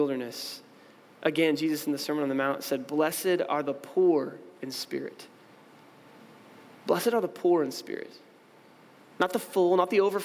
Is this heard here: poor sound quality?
no